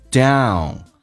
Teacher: 先发 A 再发 U，下巴掉到极限再往前推，有一个弧度的过程。 N 先不发，来看一下 Do，再把 N 带进去，Down，没有那么强烈的鼻音，Down。